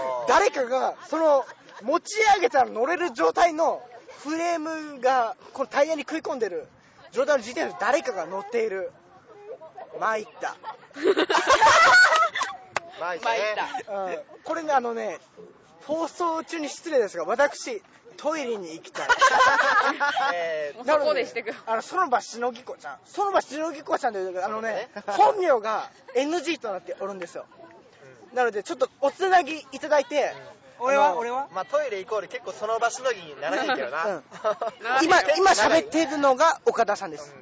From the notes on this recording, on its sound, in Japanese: BBQ大会で酔いつつ。淀川河川敷でバーベキューをした一行。音量は収録中に危惧しているよりかは、なんとかというレベルまで抑えることに成功しました。